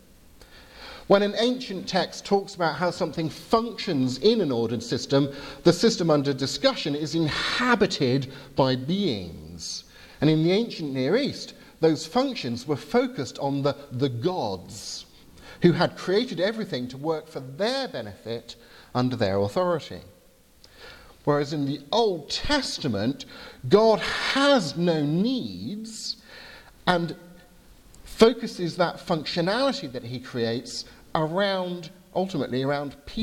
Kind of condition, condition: setting, large echoing room